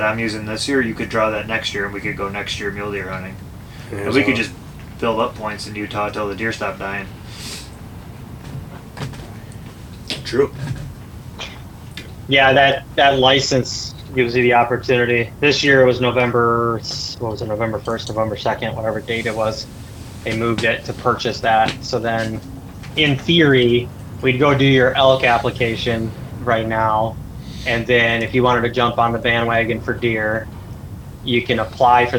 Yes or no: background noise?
yes